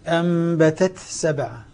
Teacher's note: نأتي بالهمس التاء ثم ندخل في السين